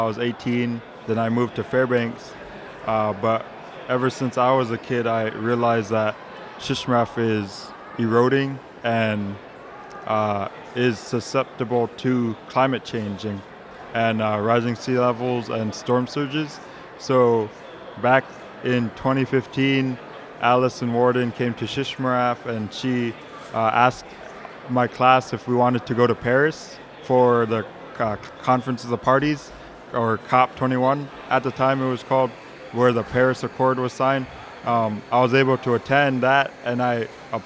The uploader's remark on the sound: we visit the 2018 Alaska Federation of Natives conference in Anchorage